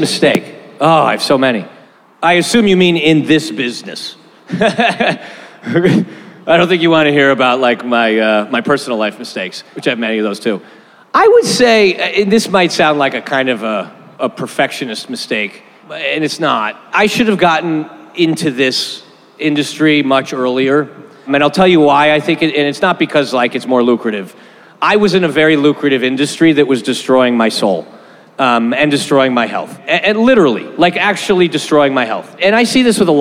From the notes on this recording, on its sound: Last week we had our first LIVE podcast event during SXSW at Cosmic Coffee & Beer Garden in Austin.